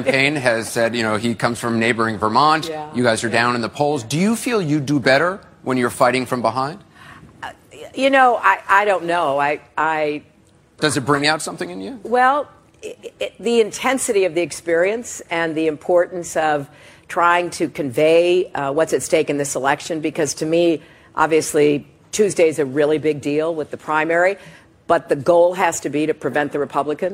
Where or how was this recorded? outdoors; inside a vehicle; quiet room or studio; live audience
live audience